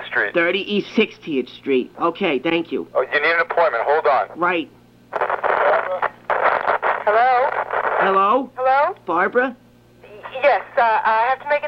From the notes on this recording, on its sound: RBCP's Personal Prank Phone Calls Collection